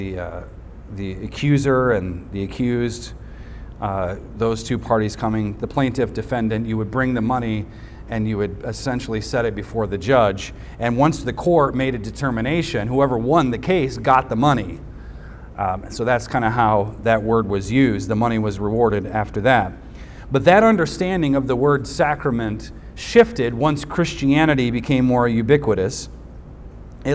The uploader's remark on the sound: recorded on Sunday, July 16th, 2023, at the weekly worship gathering of Cross & Crown Church.